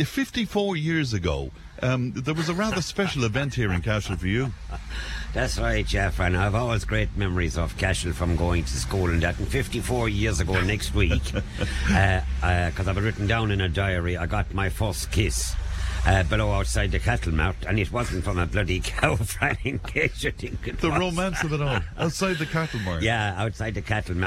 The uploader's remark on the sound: Friday's show came live from Cashel as part of Cashel Arts Festival! Members of Cashel Comhaltas performed some songs.